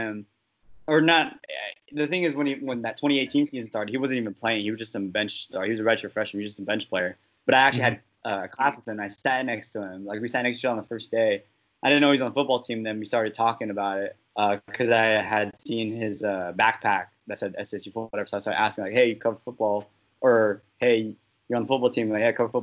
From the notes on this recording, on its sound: Audio was recorded via Skype.